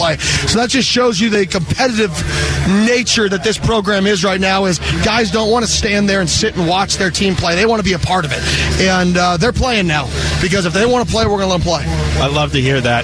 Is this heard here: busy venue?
yes